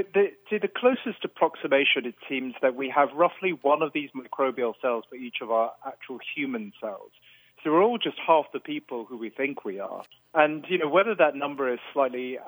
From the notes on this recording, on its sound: full phone interview